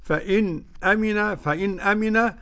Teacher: وقرأ خلف بالسكت والتحقيق